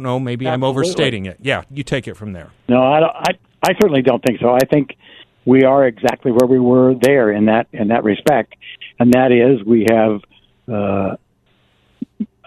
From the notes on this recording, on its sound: by phone